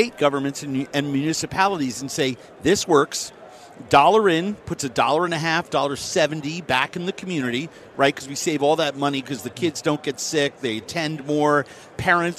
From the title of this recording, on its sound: live from Super Bowl Radio Row